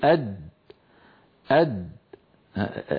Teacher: يا أخي الكريم ليت نرجع لوحة، أي وهكذا نكتفي بهذه اللوحة. يقول أد، لاحظوا بأن اللسان عندما يصل إلى مخرج الدال يصطدم طرفه بمخرج الدال أد عند تلك الدائرة الزرقاء التي تظهر فينحبس الصوت خلفها ويؤدي تصادم طرف اللسان مع ما يحاذيه من الحنك الأعلى إلى صوت الدال أد أد. · Term: الدال ساكنة